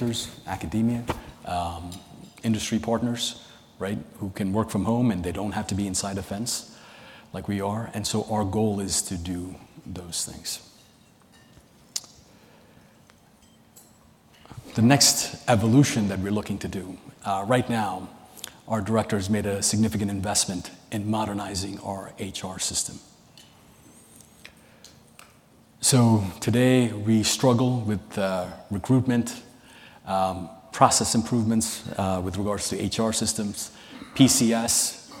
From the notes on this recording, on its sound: a keynote session from ACT-IAC's 2023 Emerging Technology and Innovation Conference